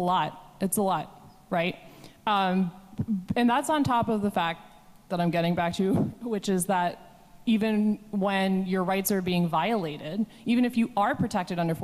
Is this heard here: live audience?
yes